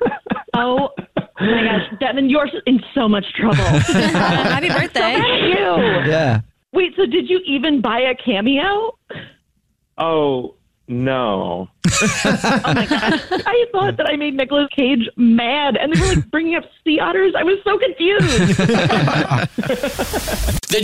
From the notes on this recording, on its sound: In this Phone Prank! A Jubal Phone Prank is when our listeners set-up a friend or family member to wake up with The Jubal Show, phone prank style.